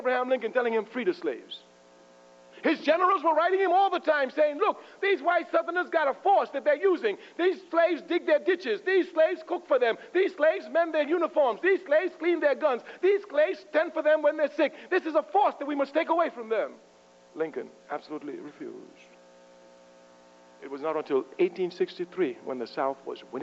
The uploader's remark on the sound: At Florida International University in 1992. Gives a lecture at FIU.